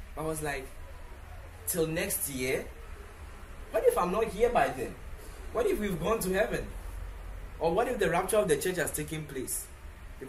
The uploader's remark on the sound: Preached at the The Day Of Blessings Service, Accra, Ghana.